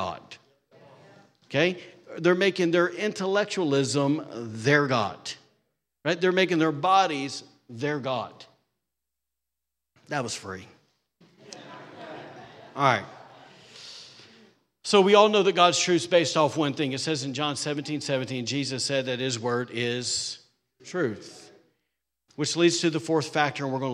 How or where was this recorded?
large echoing room